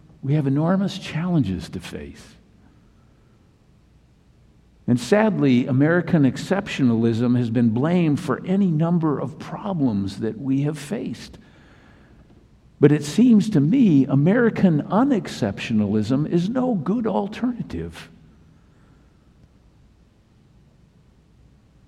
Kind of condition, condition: setting, large echoing room